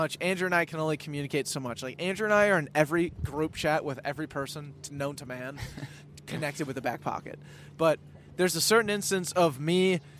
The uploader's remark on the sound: This week we record our first ever podcast on a boat out on lake Minnetonka.